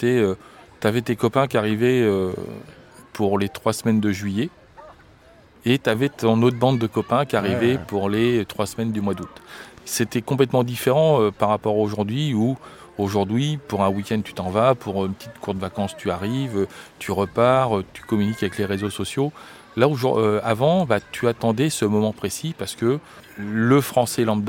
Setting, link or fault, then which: setting, outdoors